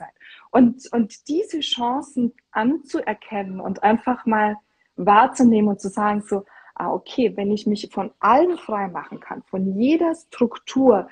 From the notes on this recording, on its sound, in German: In diesem INSTA-LIVE Gespräch